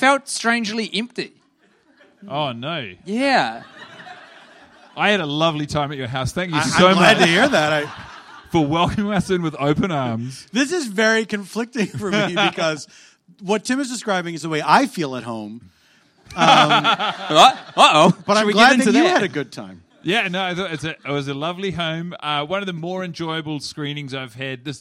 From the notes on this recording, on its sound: Live in LA. In front of a live Los Angeles audience.